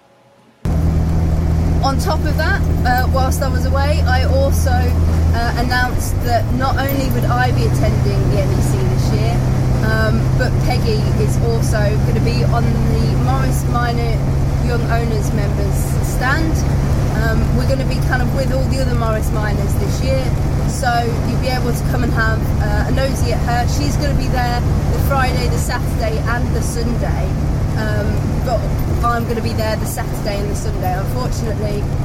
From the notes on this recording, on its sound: all recorded from my 1968 Morris Minor, Peggy